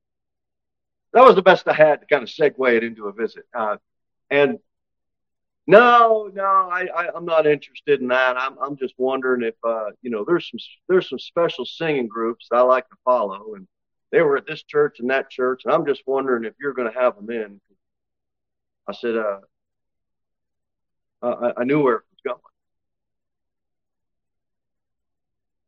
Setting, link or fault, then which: setting, large echoing room